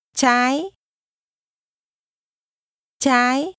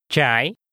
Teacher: Left is pronounced with a high rising tone.